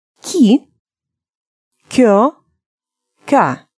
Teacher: Как видите, я не произношу букву «ю», а сразу после «к» идет следующее гласное. · Term: звук «к»